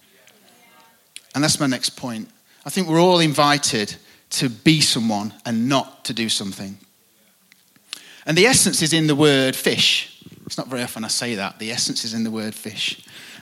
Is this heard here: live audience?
yes